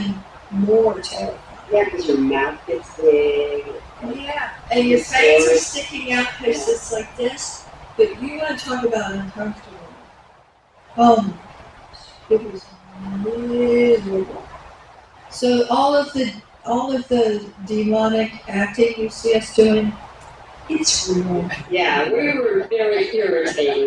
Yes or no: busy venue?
yes